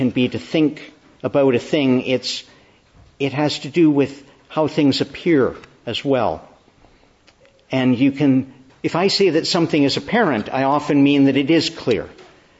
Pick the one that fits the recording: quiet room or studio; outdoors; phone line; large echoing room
large echoing room